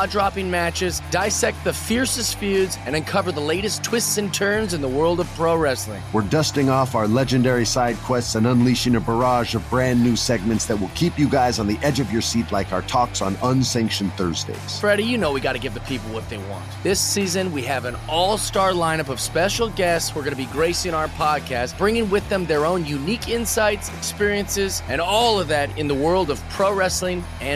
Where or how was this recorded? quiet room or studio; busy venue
busy venue